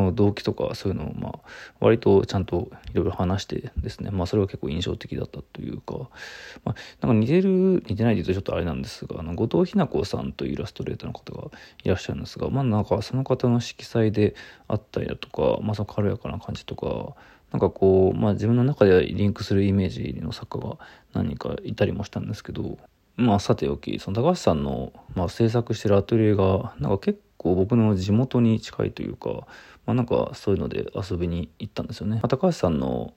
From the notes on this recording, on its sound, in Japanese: From Radiotalk。ボイスメモです。